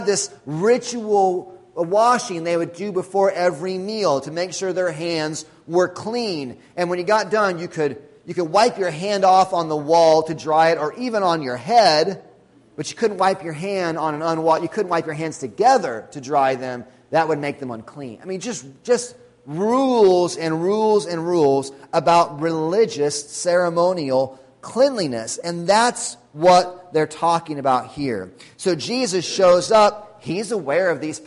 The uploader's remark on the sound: Sunday Morning Sermon Audio